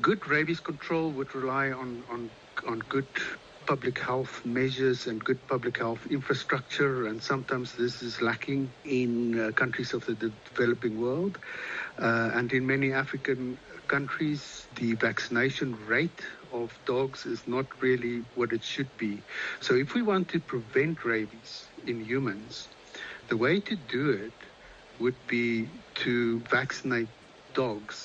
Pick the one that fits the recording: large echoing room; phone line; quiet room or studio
phone line